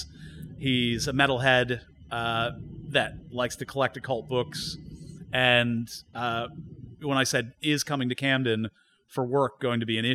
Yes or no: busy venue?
yes